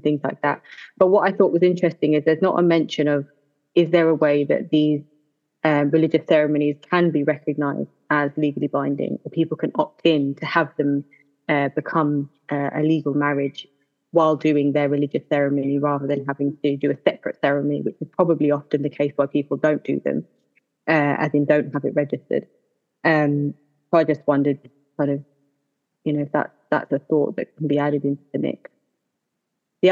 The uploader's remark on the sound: Difficult wifi signal affected the recording but not significantly